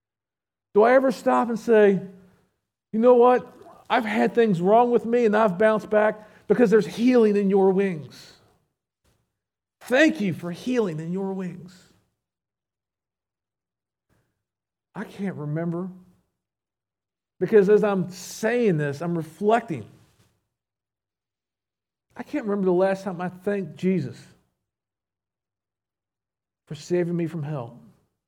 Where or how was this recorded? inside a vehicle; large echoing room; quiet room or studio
large echoing room